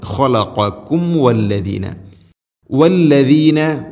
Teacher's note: സാക്കിനായ മീമിന് ശേഷം വ രണ്ട് ചുണ്ടുകൾ തമ്മിൽ തട്ടിച്ച് മീമിനെ പൂർണ്ണമാക്കി ഉച്ചരിക്കണം